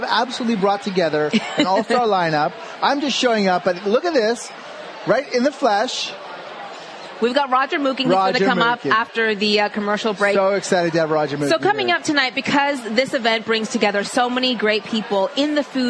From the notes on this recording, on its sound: Broadcasts live from the 25th anniversary of Toronto Taste.